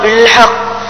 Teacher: قلقلة كبرى فيها شدة ووقف على القاف